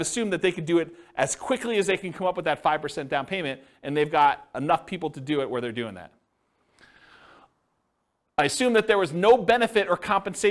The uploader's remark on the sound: This was a live class recorded